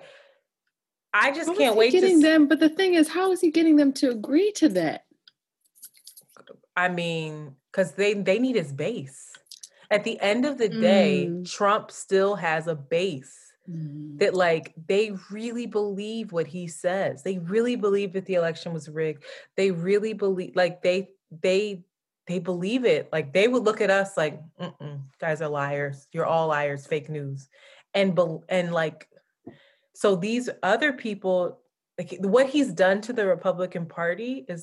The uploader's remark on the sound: SD card fails her, so we have to resort to using audio from Zoom